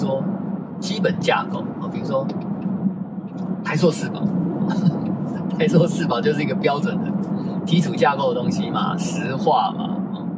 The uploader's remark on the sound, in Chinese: 在車子行進中錄音的碎碎唸，歹勢......收音技術學習中。